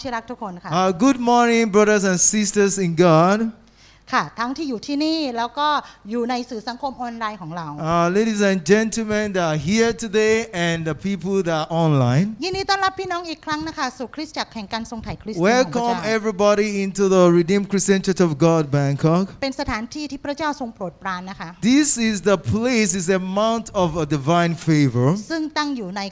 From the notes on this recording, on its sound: This Sunday sermon was Preached Live